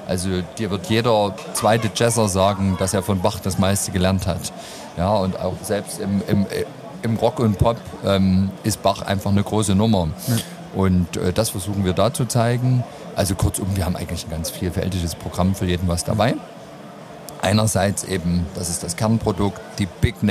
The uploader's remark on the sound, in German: LIVE aus unserem mobilen Podcast Studio von der Modell-Hobby-Spiel auf der Messe Leipzig